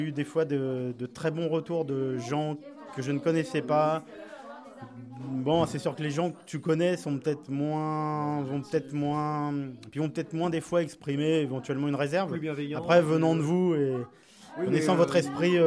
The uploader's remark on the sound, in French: l’occasion était trop belle pour ne pas enregistrer nos impressions, ainsi que celle des autres spectateurs!